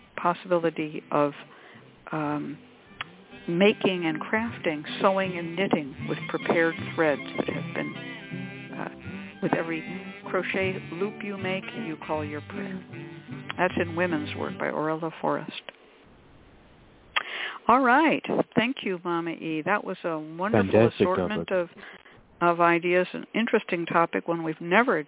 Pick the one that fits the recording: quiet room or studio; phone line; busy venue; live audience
phone line